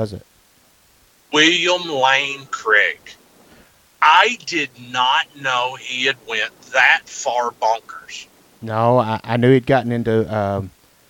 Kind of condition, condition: link, phone line